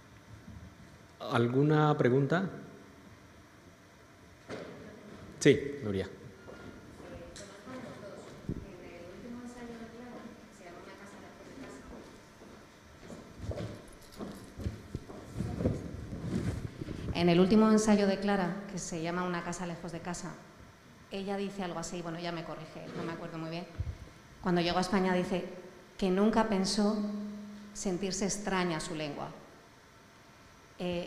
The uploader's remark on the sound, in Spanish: La tercer jornada de Centroamérica Cuenta en Madrid